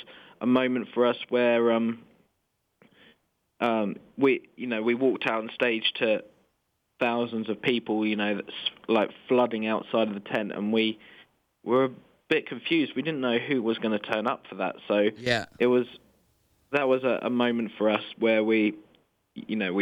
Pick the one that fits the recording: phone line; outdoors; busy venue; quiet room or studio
phone line